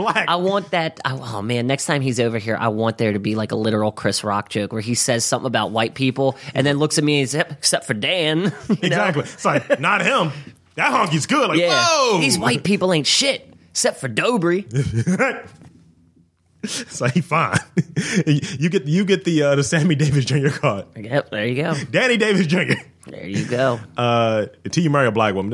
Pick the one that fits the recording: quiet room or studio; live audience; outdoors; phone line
quiet room or studio